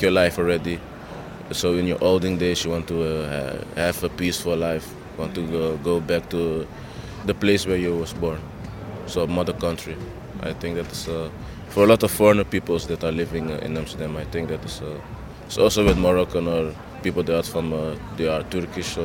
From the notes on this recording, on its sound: Stories about growing up and ambition recorded on a dark and busy night in Amsterdam’s Red Light District.